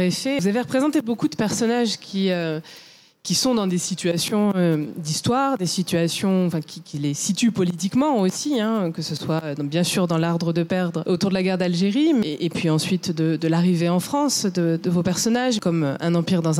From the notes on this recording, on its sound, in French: cet épisode a été enregistré à la Gaîté Lyrique